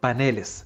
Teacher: En cada caso, su plural se hace agregando ES, como suele ser en español, es decir, paneles, por lo cual en plural deja de ser una palabra aguda y pasa a grave, pero nunca a esdrújula, de ahí que es incorrecto decir paneles.